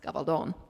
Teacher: were we speaking Spanish, it would be pronounced Gabaldon, hence the long O in the last syllable